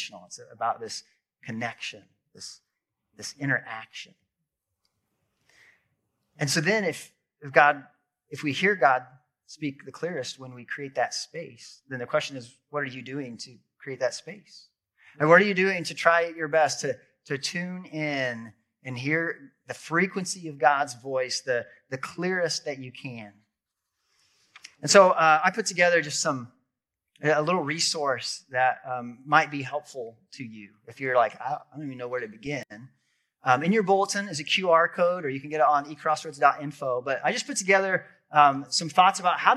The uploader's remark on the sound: This episode is audio from a sermon